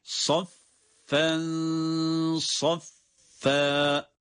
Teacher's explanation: ihfa dediğimiz oradaki tenvindeki nun sesinin gizlenmesidir